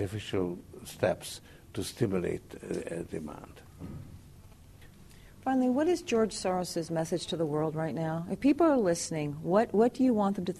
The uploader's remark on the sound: He's given 50 million dollars over ten years to set up the Institute for New Economic Thinking (INET), whose inaugural conference this is.